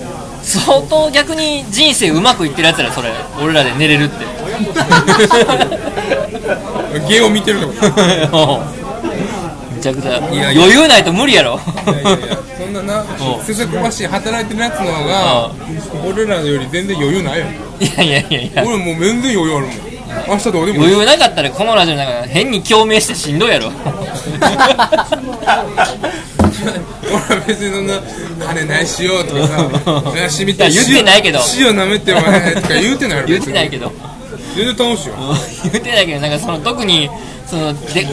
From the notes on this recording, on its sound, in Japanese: 引き続き焼き鳥屋での収録。音量バランスが崩壊しており。